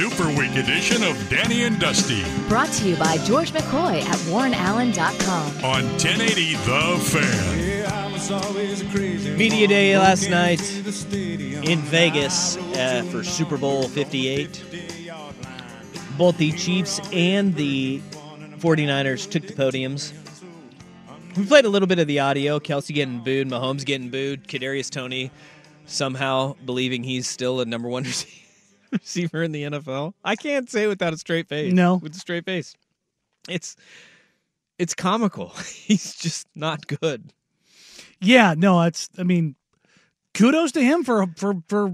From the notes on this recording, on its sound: Fun with Super Bowl Media Night audio.